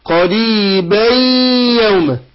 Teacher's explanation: إنا أنذرناكم عذابا قريبا قريبا، يبقى هنا تنوين، بندخل نون التنوين ديت في الياء إدغام بغنة